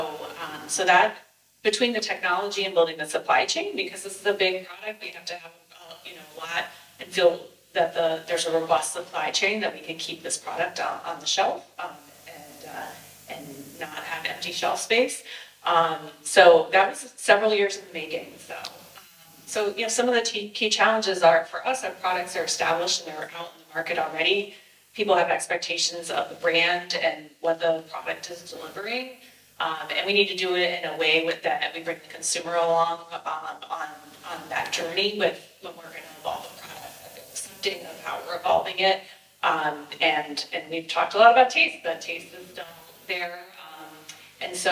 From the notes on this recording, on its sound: a panel conversation that took place at the FoodNiche Summit NYC